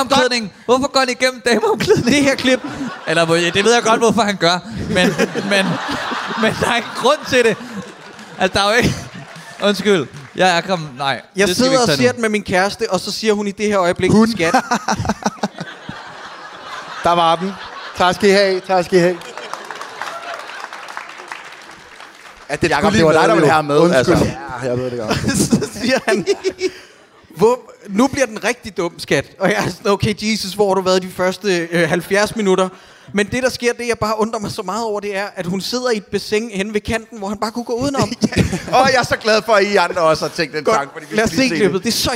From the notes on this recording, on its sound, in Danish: en publikummer kommer tilmed op på scenen og forklarer alt muligt